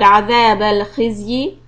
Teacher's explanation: you don't stretch the ya kasra to two harakat. It's just a one harakat sound.